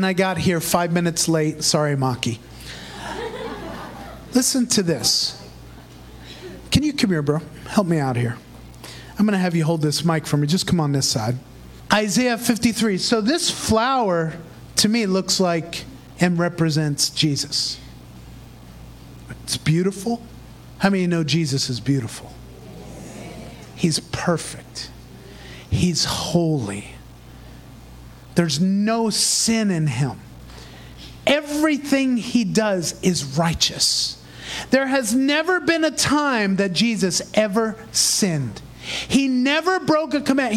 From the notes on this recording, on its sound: Recorded in Praise Revival Center, Davao City, Philippines.